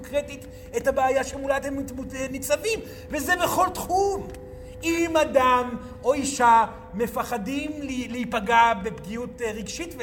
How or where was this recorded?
live audience